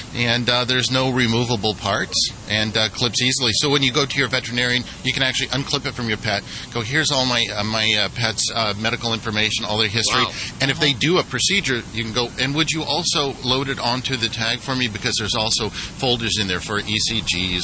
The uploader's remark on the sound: Animal Radio is LIVE from the Pasadena Rose Bowl for the annual Race for the Rescues, benefiting 10 great rescue organizations. It's a 5k run and adoption event with lots of animals and lots of celebrities.